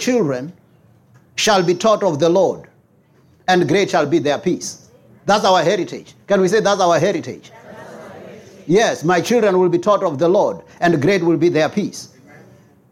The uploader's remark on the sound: preached at Jesus the Saviour Church, 185 Bobs Way, Eersterivier, Cape Town on 8 October 2023